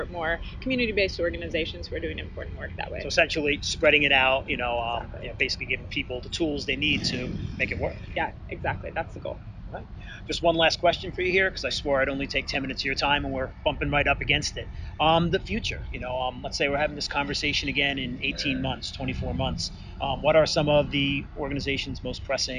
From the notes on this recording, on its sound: mini episode recorded at South by Southwest